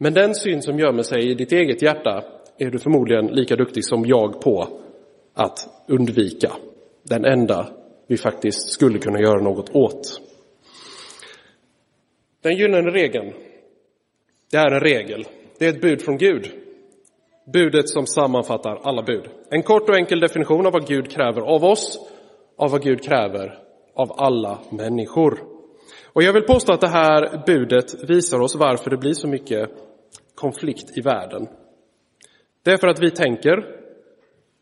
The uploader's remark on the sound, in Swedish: Inspelad i Roseniuskyrkan den 3 september 2023.